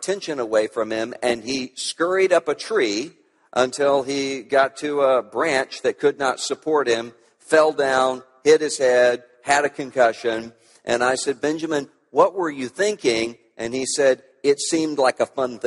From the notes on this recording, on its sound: At the Evangelicals for Life Conference